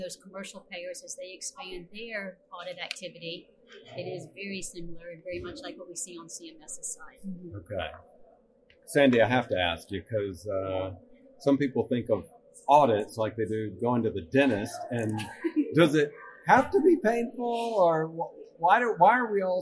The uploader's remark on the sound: MGMA caught up with the duo at the Medical Practice Excellence: Financial and Operations Conference in Orlando.